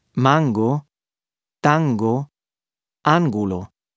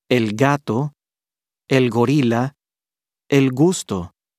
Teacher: The g pronunciation actually has two forms, a harder g and a fricative g that sounds softer.